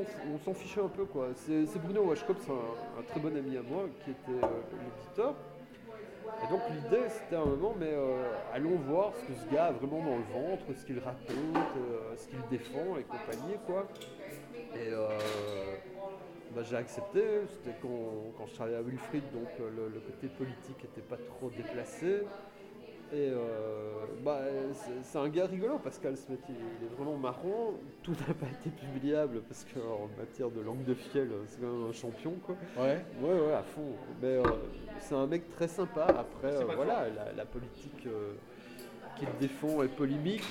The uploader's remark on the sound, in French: A été enregistrée au Bier Circus (bar situé rue de l'Enseignement à Bruxelles). En mode "conversation de bistrot".